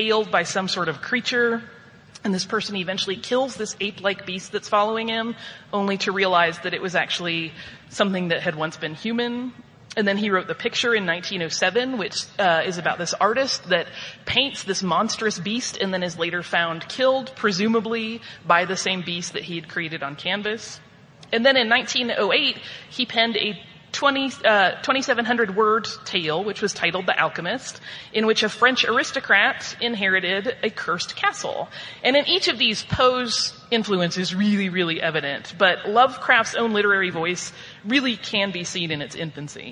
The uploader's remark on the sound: Live From Salt Lake Comic Con FanX